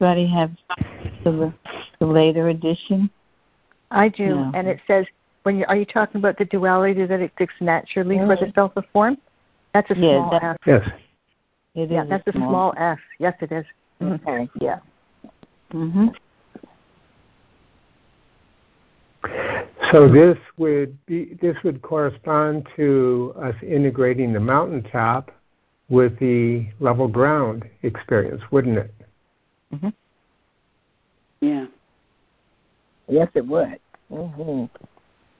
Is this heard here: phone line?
yes